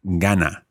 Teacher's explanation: The stress is on the penultimate syllable, or here, obviously, that's the first syllable in a two-syllable word, gana.